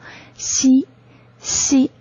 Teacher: 你的舌面前部位隆起，接近硬腭形成的缝隙里面，透过缝隙发出了这个吸音